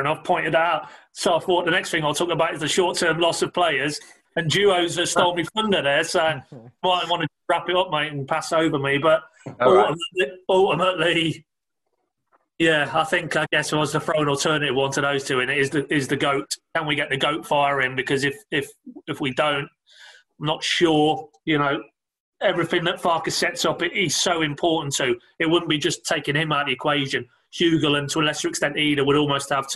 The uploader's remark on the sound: host the Pink Un Live online event